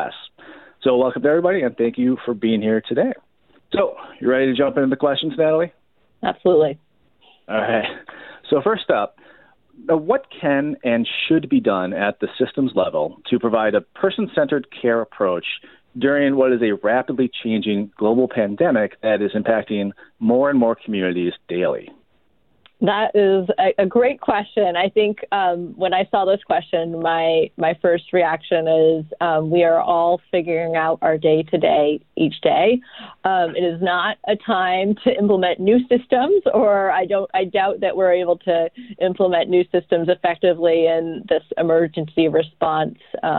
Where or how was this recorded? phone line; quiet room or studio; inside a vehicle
phone line